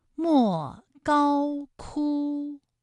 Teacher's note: 敦煌的莫高窟恰好就是一声和四声的组合